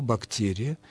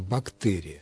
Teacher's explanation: в качестве основной нормы рекомендует мягкое произношение согласного «бактерия» · Shown in: first take · и добавляет, что допустимым является вариант с твердым произношением «бактерия».